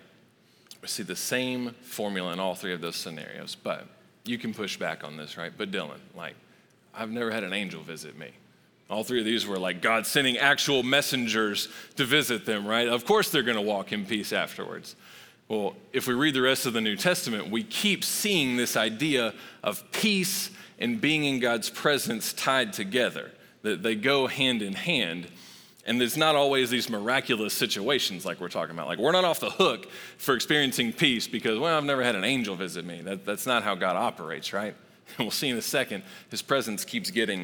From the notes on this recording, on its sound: Recorded live at Long Hollow Church on December 13, 2022.